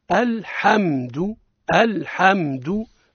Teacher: الصواب هو الحمد الحمد بانطباق الشفتين